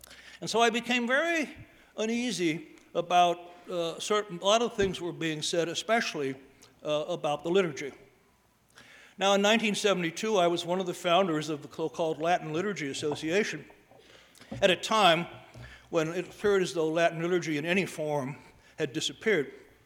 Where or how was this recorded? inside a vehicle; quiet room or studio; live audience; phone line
live audience